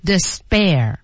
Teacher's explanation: 在音标里写的是清辅音，但是要把它读成浊化